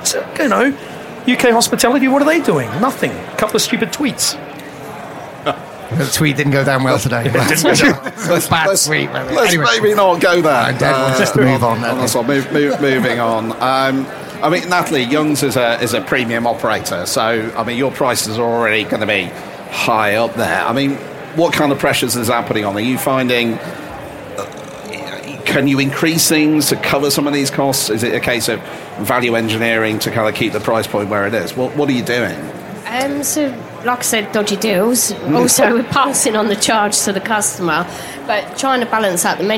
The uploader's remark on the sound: The Lock In team take to the airwaves live at The Restaurant Show